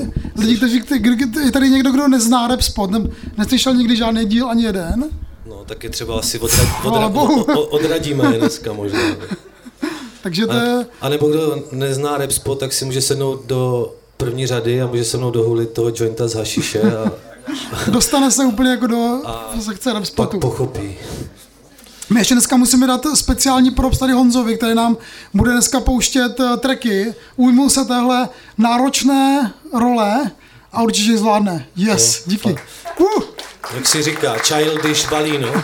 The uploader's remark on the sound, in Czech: Live at Provoz, Ostrava. Na úplném konci prázdnin posádka RAPSPOTU vyrazila na ostravský literární Festival Inverze. Poprvé vystoupili naživo před publikem.